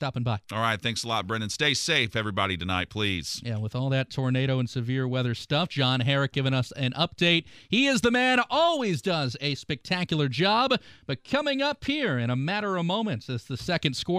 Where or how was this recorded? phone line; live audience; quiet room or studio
phone line